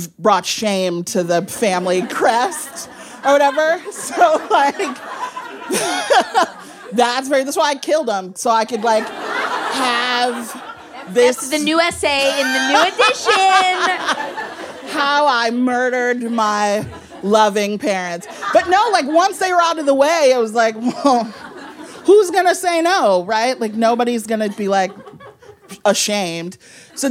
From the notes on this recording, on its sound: a conversation recorded at Brooklyn's Books Are Magic